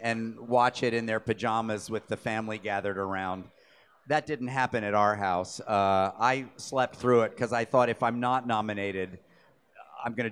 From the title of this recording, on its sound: Recorded at BroadwayCon2017